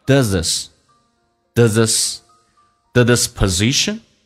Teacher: Does this position meet my values?首先我们来看一下 does 跟 this，那么 does 跟 this 会有击穿的现象，以 h 跟 th 单词开头，假设属于非习词汇，那这个 th 可以不用发音，所以 th 不发音，用 z 跟后面的 e 形成个连音